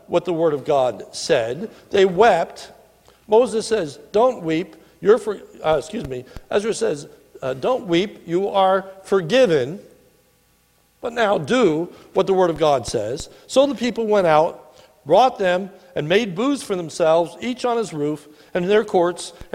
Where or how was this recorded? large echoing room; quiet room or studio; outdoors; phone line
large echoing room